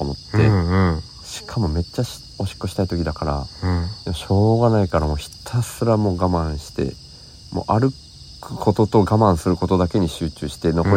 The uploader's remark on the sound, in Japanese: 福井県まで足を延ばし。お子さん2人も寝た後に、外でリアル収録をしました。